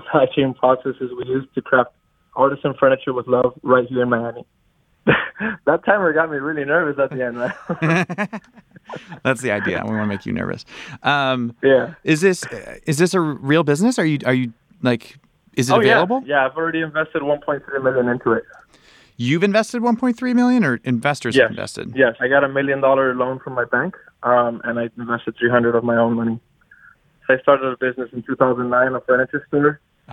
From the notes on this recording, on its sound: Call-in Pitch Competition. Back in May, we invited listeners to call in and pitch us their startups.